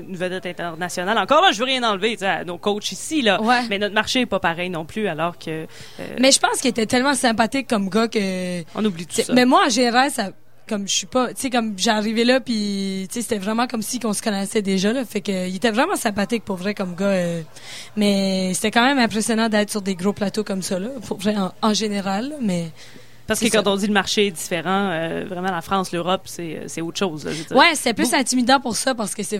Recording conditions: busy venue